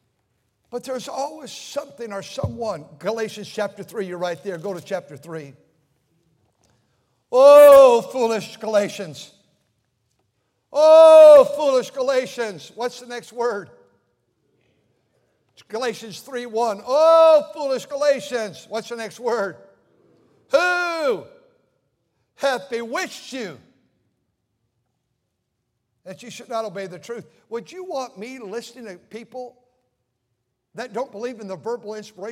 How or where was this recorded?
large echoing room